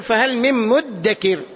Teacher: الإدغام كقول الله عز وجل فهل من مدكر، مدكر هي أصلها كما قلت بالأمس مذكر، فأدغمت الذال في الدال فصارت مدكر